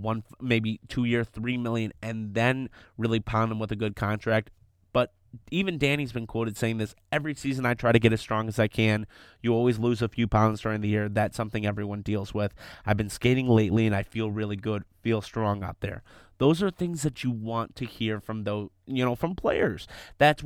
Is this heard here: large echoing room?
no